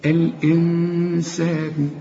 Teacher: النون احنا قلنا اللي بدون تشكيل ما تستعملش فيها لسانك إلا إذا جت بعدها نون، واخد بالك، زي من نعمة، تقول من نعمة. إنما النون اللي معانا دي ما تستعملش فيها لسانك، اخفيها وغنها، والسين دي من حروف الإخفاء، هتقول الإنسان.